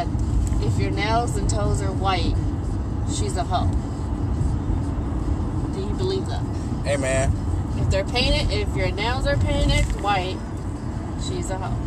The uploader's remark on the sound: Bonus episode in the car